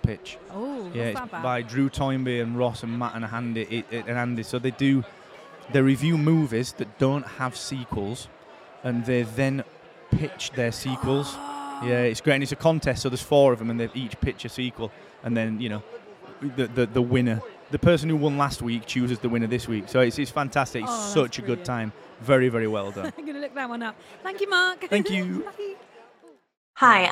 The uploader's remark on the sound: Live in London